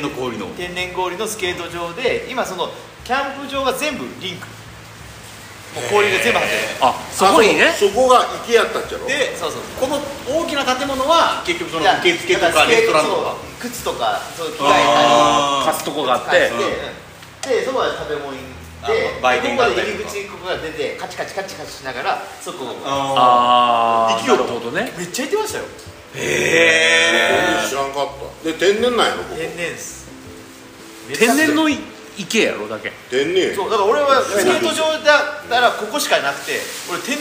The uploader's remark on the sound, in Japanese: 今回は福岡県田川郡添田町英彦山の英彦山ガーデンキャンプに金曜日の焚火会3人と。英彦山ガーデンキャンプは、その昔アイススケート場でしたが、その後しばらく花園として営業されてあった跡地を現オーナーが開拓し、2021年にリニューアルして出来た全6区画のオートキャンプ場です。